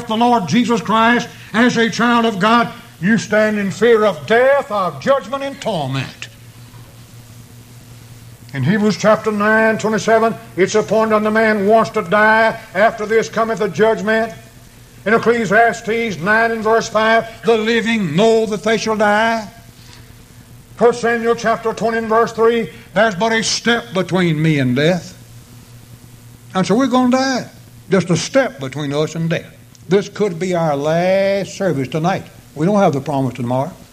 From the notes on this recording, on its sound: preached this sermon at the East Columbus church of Christ on April 11, 1993.